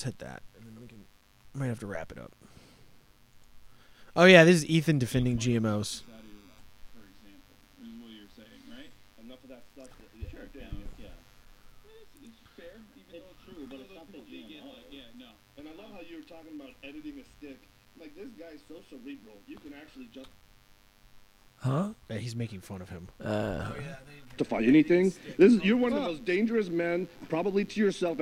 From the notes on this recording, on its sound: Sorry about the buzz getting new cables this week its horrendous I know.